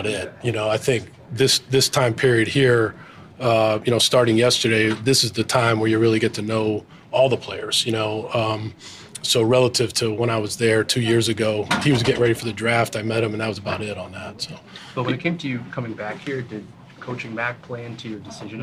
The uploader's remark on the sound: press conference at Gillette Stadium on Tuesday, April 18, 2023